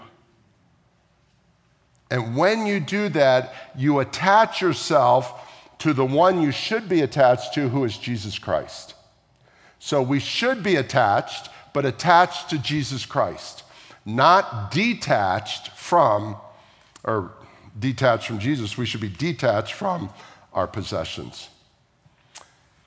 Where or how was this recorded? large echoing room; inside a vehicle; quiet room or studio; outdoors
large echoing room